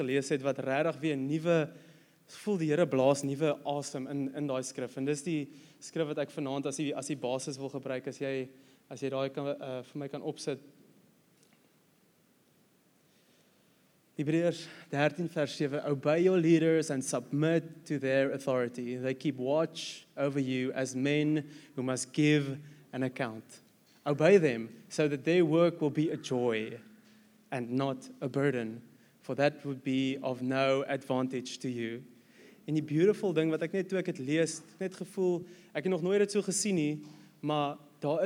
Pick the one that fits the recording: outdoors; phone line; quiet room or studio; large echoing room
large echoing room